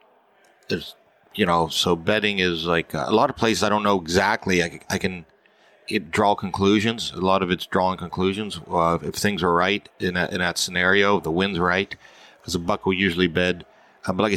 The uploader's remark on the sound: This weeks podcast was recorded at the Mobile Hunters Expo